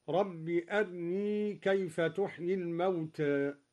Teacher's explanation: قرأ الدوري باختلاس الراء مرققة هكذا: رب أرني كيف تحيي الموتى.